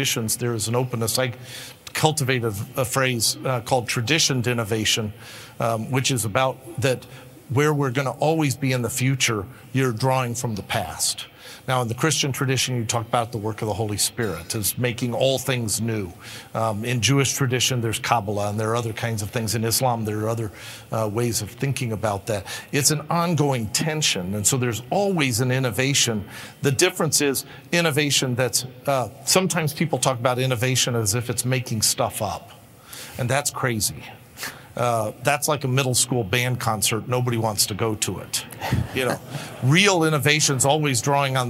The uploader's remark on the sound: In this episode, we bring you a plenary address. Featured at Acton University, 2022.